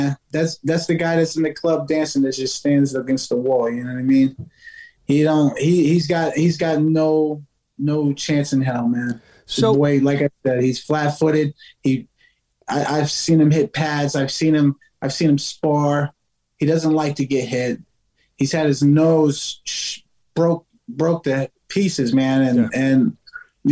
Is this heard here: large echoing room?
no